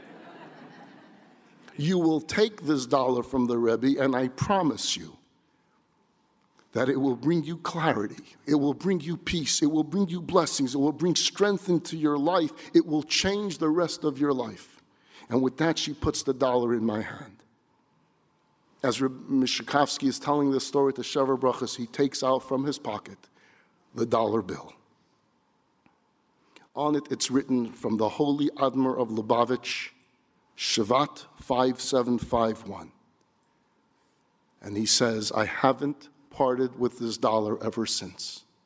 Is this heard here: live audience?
yes